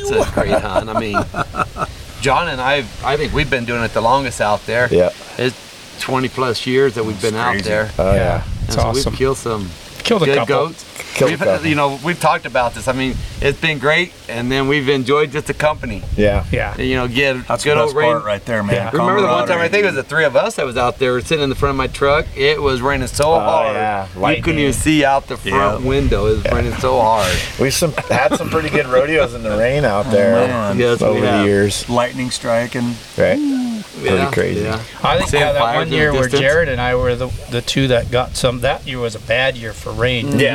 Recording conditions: wind noise